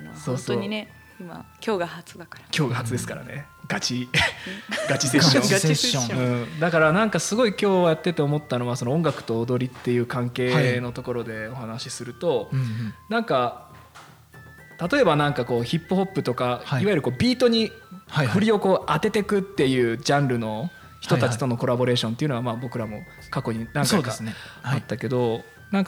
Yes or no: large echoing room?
no